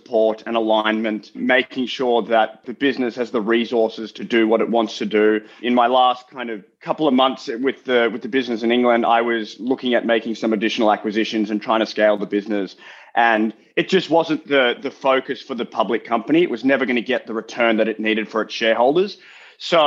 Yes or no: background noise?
no